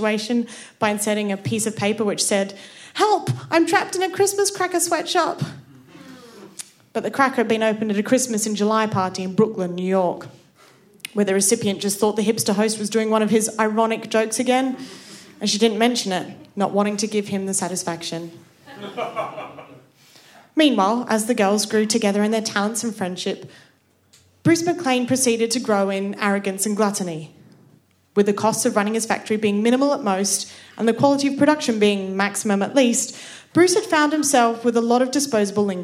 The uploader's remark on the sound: Our Tragic Christmas live event which took place at the Dogstar in Brixton on the 12th December. This event was a fundraiser for the brilliant Arts Emergency.